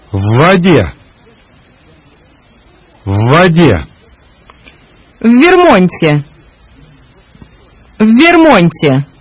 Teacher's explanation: When two letters occur together, either as a prefix to an existing word, or as a combination of two words, like a preposition and a noun, the resulting double consonant is pronounced as one long consonant.